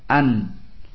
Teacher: An itu makhraj daripada nun, dan ketika sukun lebih jelas sandaran lidahnya. An langsung dia bersandar pada tempat keluarnya, itu ujung lidah dengan gusi atas. · Term: idhar